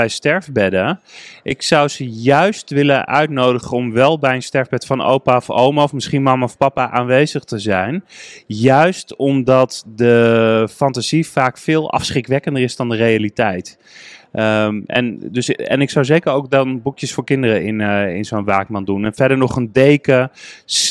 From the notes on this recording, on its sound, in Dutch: Congres de Stervensfase. Live bij het congres!